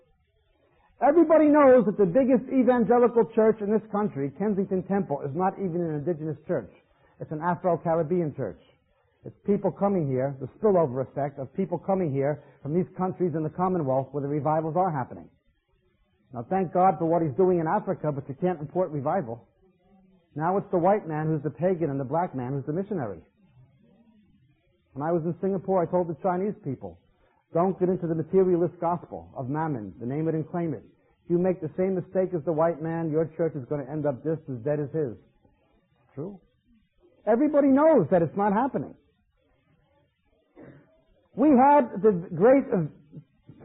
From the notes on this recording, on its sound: We apologize for the sound quality of this recording.